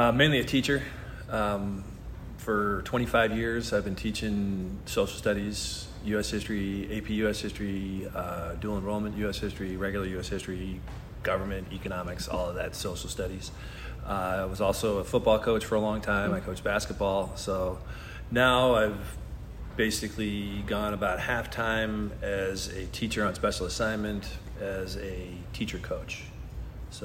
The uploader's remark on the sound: I recorded this episode at the 2023 Fall CUE Conference in Stockton, California. I interviewed a few conference attendees.